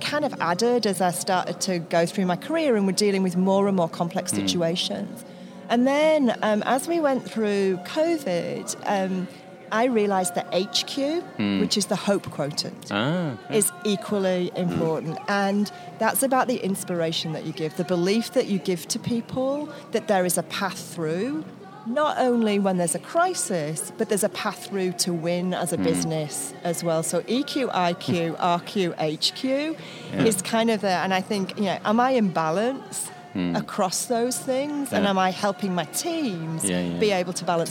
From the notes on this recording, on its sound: recorded at the Wizeline remote podcast studio/beach cabana at Mandalay Bay during Shoptalk